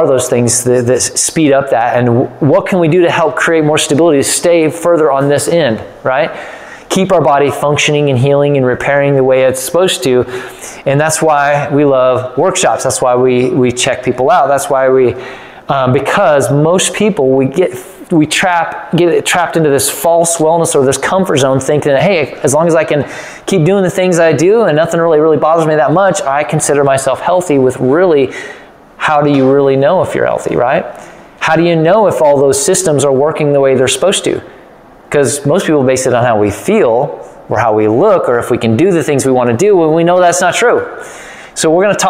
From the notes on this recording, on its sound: Part One of the Better Results Faster Workshop recorded live at Hill Family Chiropractic.